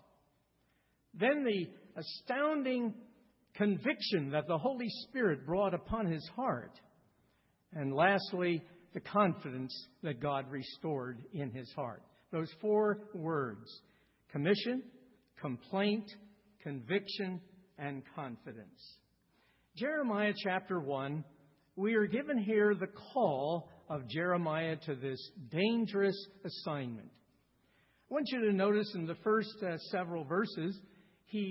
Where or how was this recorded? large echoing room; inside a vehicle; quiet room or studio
large echoing room